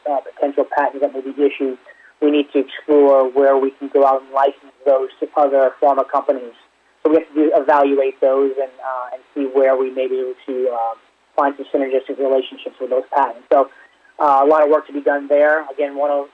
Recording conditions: phone line